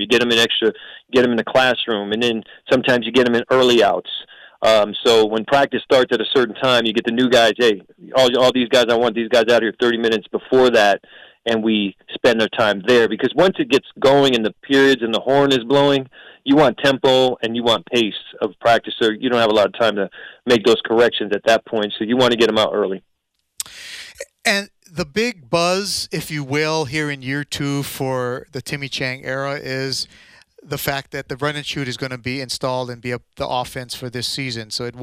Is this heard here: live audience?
no